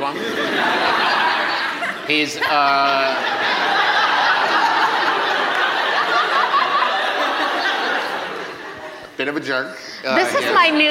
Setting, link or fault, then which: setting, live audience